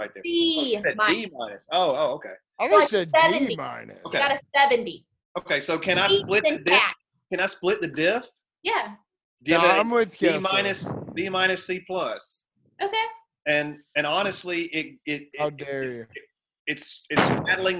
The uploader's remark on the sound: we did record this through Zoom